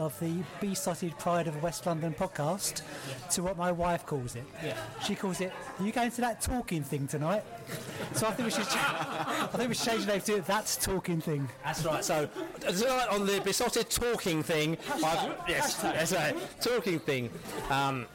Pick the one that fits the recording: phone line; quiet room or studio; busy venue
busy venue